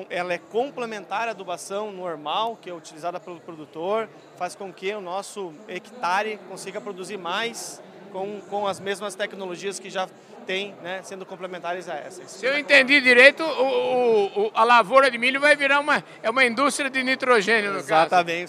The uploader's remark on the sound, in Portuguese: Em prosa gravada no Primeiro Fórum Nacional de BioInsumos no Agro, realizado na FIESP, em parceria com Abisolo, CropLife e Sindiveg.